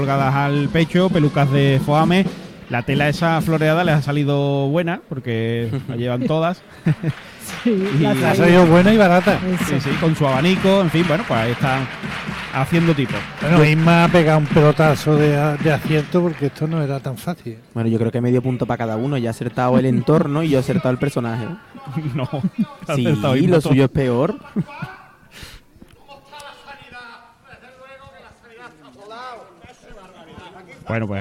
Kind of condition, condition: setting, live audience